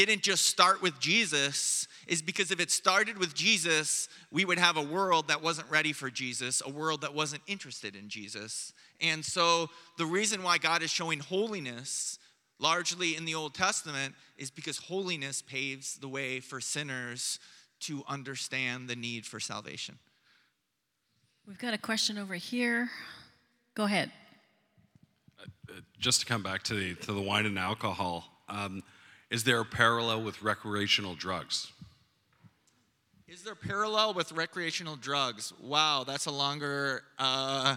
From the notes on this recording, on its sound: Preached on Sunday morning